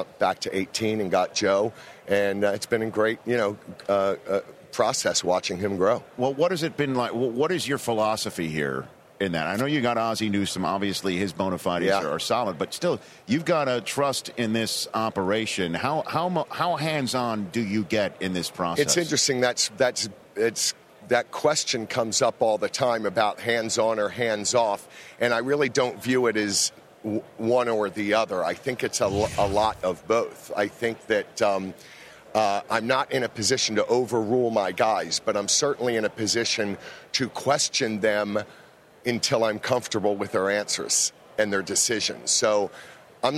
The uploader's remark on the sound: Best of Radio Row at Super Bowl XLVII